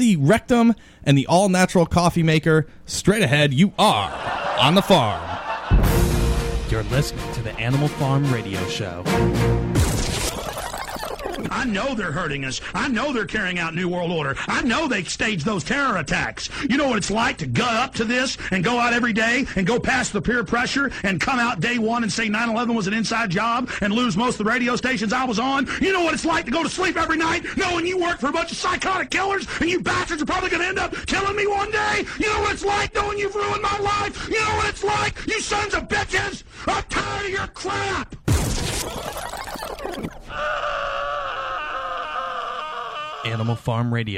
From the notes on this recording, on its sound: take a few phone calls